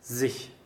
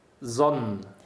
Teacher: So you can hear that at the beginning of every single one of these words that starts with an S, it's a voiced Z sound.